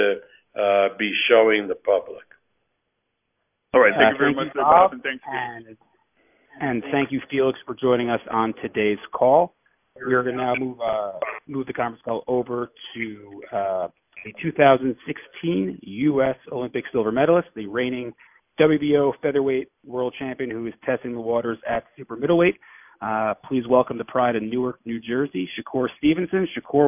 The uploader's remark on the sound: Media Conference Call